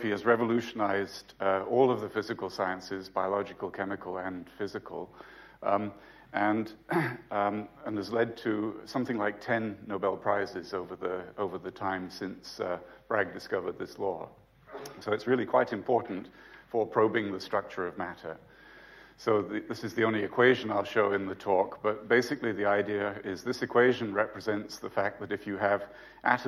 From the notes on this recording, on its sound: UCL Lunch Hour Lecture